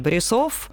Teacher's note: У них на последний слог просто падает ударение